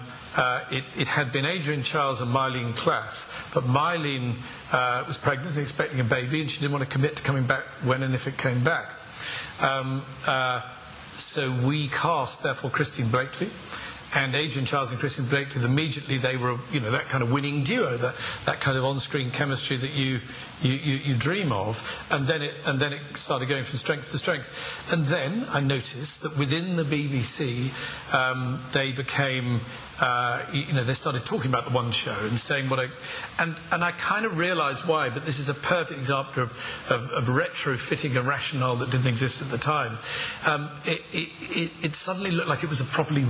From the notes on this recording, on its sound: Recorded Live At Belfast Media Festival.